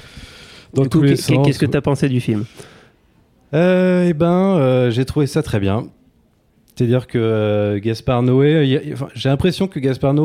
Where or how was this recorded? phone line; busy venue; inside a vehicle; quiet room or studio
busy venue